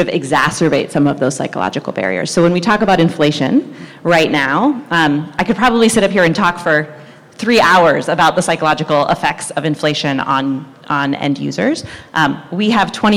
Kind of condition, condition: setting, busy venue